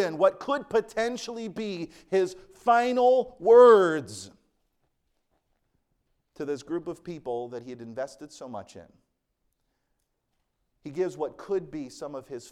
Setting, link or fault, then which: setting, large echoing room